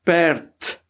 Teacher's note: as jy perd self sê, dan is dit 'n t waarmee jy hom uitspreek, maar ons spel hom nie met 'n t nie.